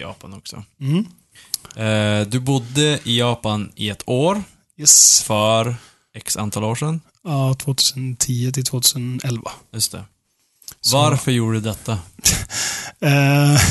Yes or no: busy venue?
no